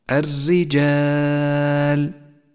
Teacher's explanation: وأخيرا الراء المرققة في كلمة الرجال، الرجال رققت لأنها مكسورة، وحاذر من تكريرها عند اللفظ